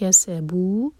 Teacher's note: یاد سے دونوں میم کو ہولڈ کرنا ہے، کی سبو لائٹ، کی س، س پر وسل والا ساؤنڈ